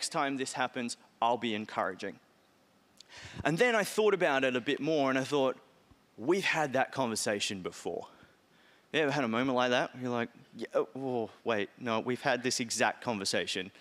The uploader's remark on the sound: Message Carey Church LIVE Harrisdale Campus